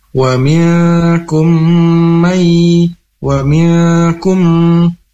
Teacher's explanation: kedua mim ini melebur dengan dengung. Wa minkum dan ditahan dulu harakat. · Term: idgham mimi